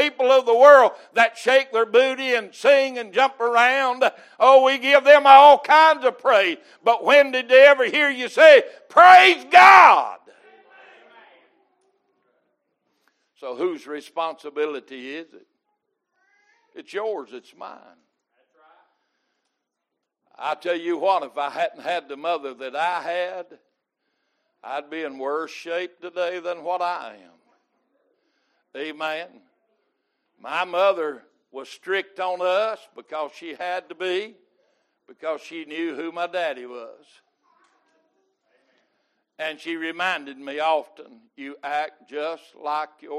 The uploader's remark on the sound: Recorded May 8, 2022 - Sunday Morning Service